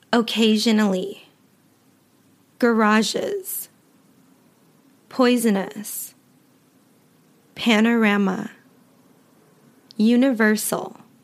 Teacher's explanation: those words all had a couple of schwa sounds. Occasionally actually is three.